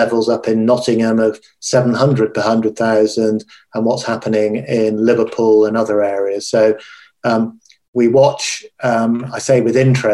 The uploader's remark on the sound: this recorded webinar